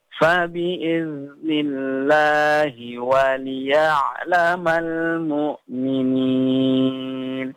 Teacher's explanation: fa bi'iznillah zalnya itu jangan dipantulin ketika sukun nggih. Tapi dia mengalir saja.